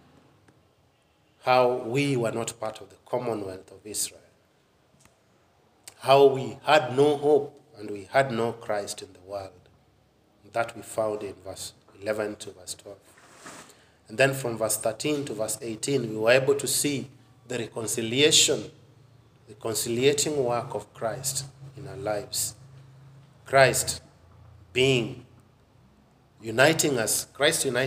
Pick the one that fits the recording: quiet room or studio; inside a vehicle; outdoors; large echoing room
large echoing room